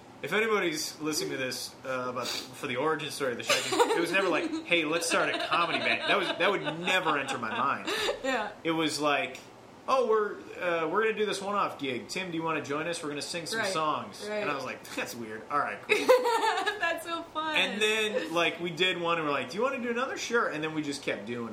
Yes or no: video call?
no